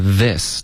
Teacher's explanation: this 的这个 Z 的音舌尖要碰到上齿，OK，不能发 this，不是一个 z 的音。